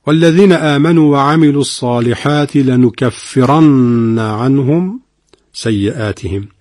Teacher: نون مشدد در لنکفرن دو حرکت غنه داره